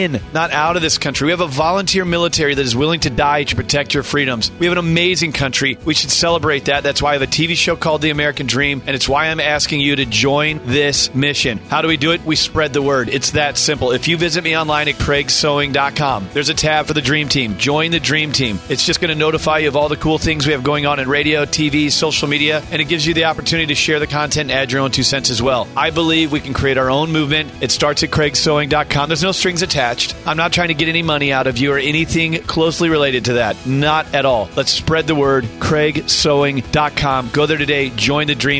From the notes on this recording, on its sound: From the Act For America Conference in DC!